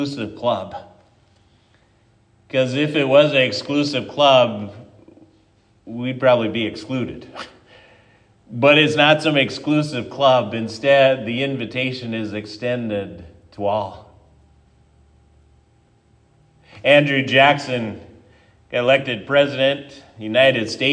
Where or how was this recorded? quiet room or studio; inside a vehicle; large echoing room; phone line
large echoing room